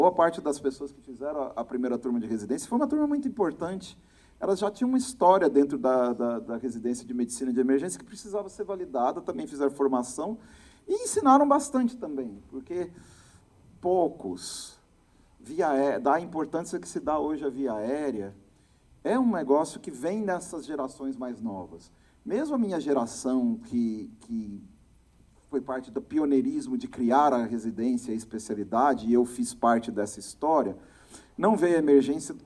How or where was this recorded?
live audience